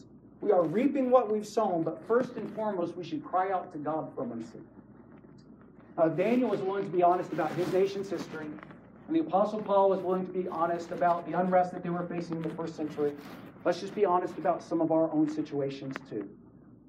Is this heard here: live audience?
yes